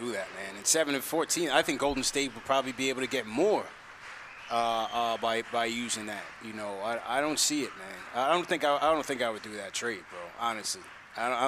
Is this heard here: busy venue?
yes